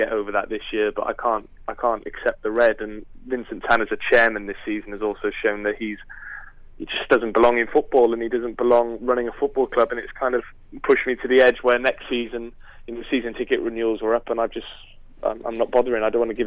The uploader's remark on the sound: We were joined on the phone